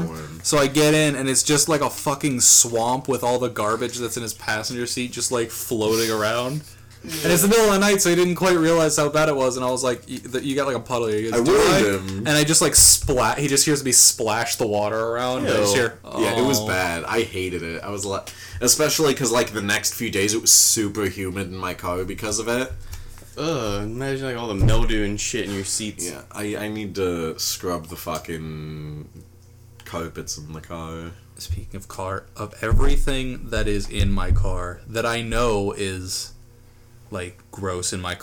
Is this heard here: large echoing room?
no